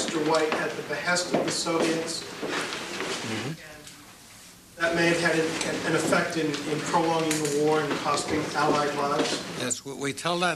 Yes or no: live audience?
yes